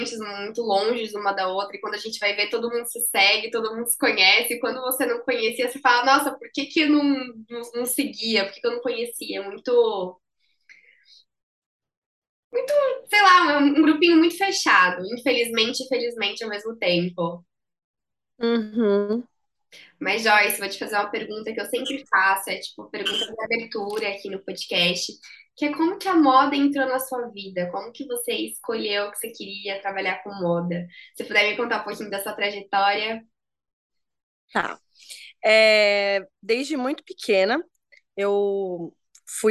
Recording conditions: video call